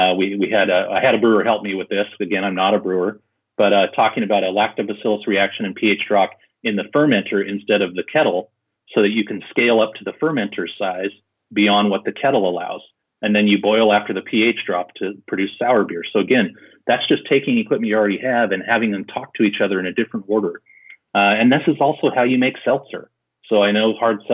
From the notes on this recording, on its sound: We caught up with him by phone.